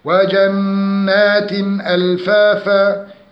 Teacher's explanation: التنوين مع الهمزة إظهار حلقي، لأن التنوين أتى بعده همزة